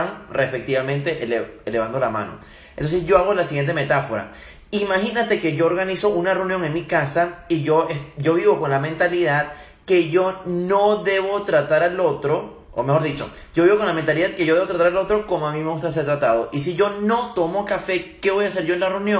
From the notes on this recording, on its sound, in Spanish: Primera sesión de preguntas y respuestas realizada por Instagram Live